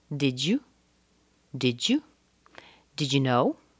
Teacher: Did is very small. You is very small. We connect those together.